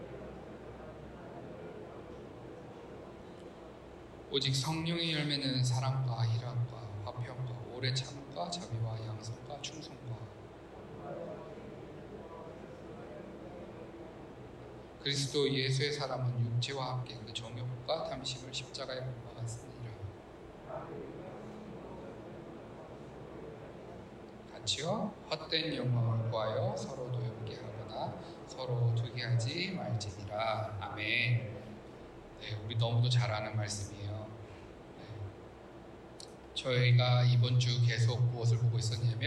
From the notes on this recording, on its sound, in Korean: 기계적 오류 인해, 음질이 떨어집니다.